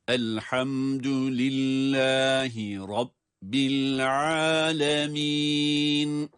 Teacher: Elhamdülillahi Rabbil alemin derken, elhamdü dal incedir.